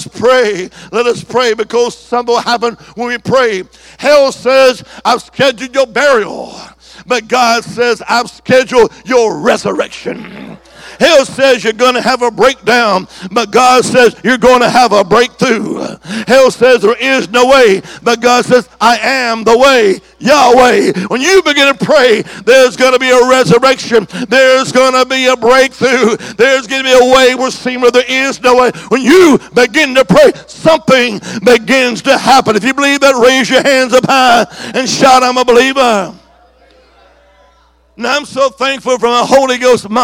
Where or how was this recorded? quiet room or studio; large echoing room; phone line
large echoing room